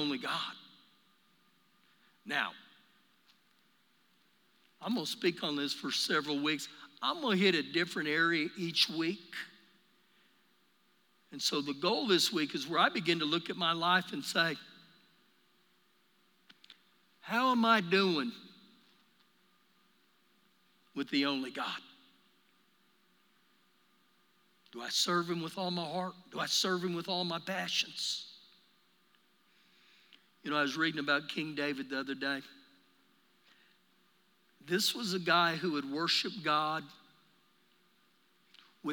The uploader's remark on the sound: Recorded live during our Wednesday night service.